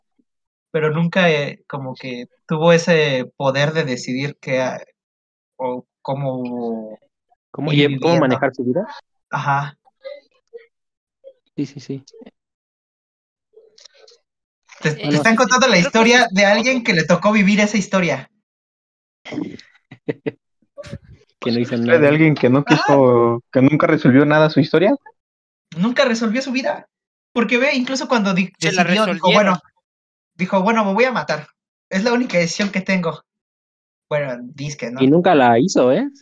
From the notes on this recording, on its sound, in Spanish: este es nuestro primer podcast grabado así que no esperes mucha calidad y por eso pedimos perdón